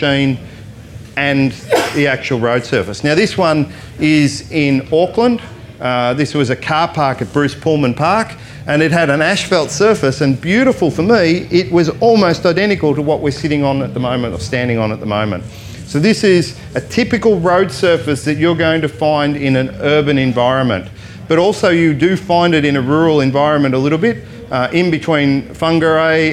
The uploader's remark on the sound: This talk was recorded live in The Lounge, at Shiny Side Up Kapiti 2020.